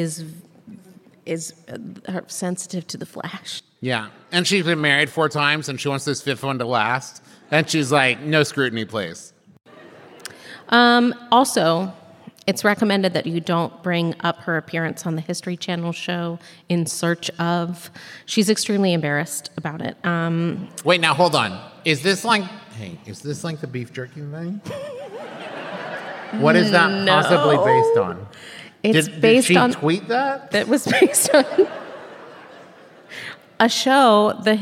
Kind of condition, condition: setting, live audience